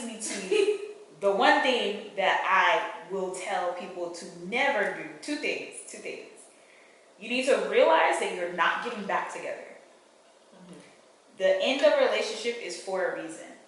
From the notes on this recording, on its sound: This episode has some audio issues but we move.